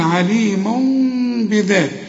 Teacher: ما أقفلش شفايف هنا، يبقى في انفراج في الشفايف بسيط جدا علشان أطلع نص ميم كده · Term: إقلاب